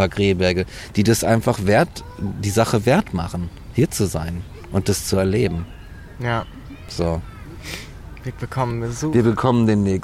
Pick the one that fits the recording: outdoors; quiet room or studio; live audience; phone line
outdoors